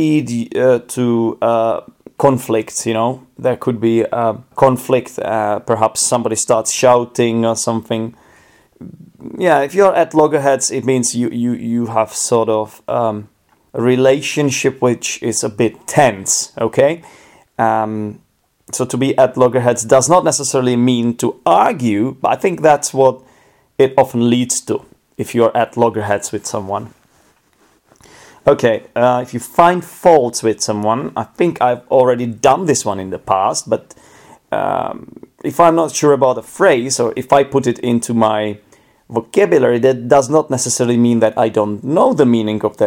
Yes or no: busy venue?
no